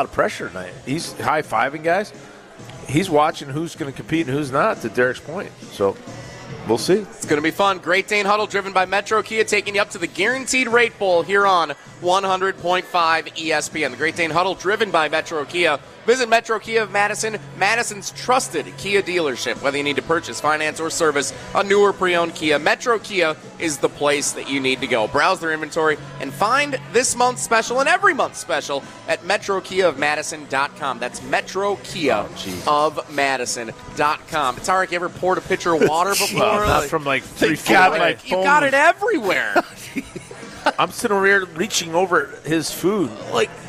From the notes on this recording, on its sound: live from the Great Dane